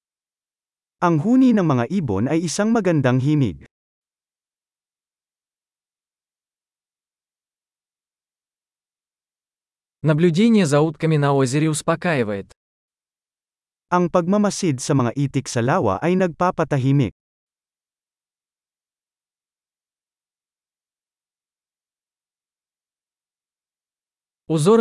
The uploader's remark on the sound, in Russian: Шум журчания ручья